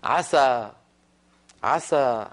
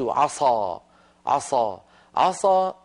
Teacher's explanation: ولو فخمت السين قليلا فقلت عصى عصى عصى صارت السين صادا فتغير اللفظ، ولما تغير اللفظ تغير المعنى المنوط بهذا اللفظ. · Term: تفخيم